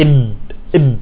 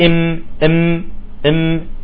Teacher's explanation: أيضا الإطباق عند الباء، طالما حكينا وحكينا، الإطباق عند الباء يكون أقوى من الإنطباق عند الميم